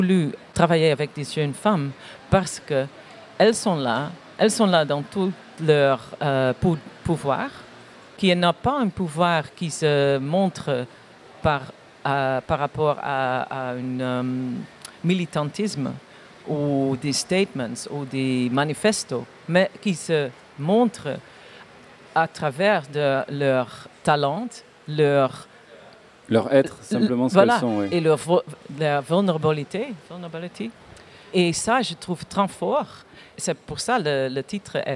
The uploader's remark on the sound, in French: Un plateau radiophonique enregistré en public. Sur la terrasse du Théâtre des Bernadines.